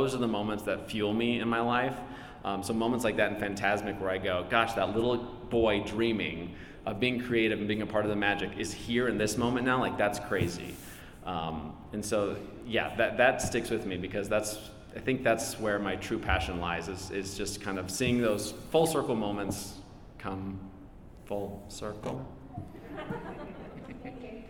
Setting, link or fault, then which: setting, live audience